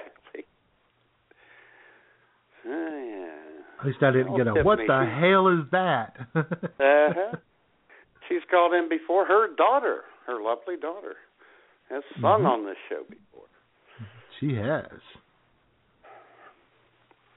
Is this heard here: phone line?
yes